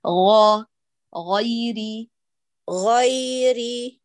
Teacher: حبيبة قلبي لا نقول غا غا هكذا أصبحت إلى الخاء أقرب هاتيها مجهورة تماما تماما ما تهمسيها أبدا غا غيري غيري أيوة فيها نسبة همس فهي الآن صوتها مخلوط · Term: الجهر في الغين